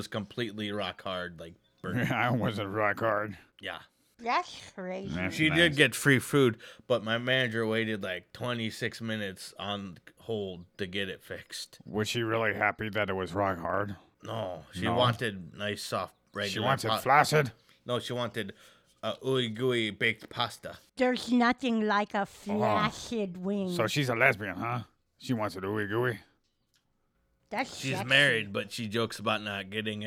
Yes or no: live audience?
no